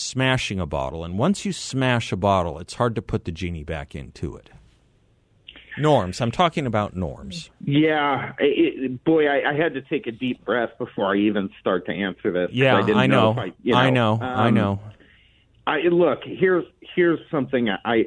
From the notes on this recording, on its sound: By phone for the full hour.